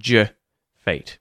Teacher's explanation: the D and the yod can merge, they can assimilate to give you j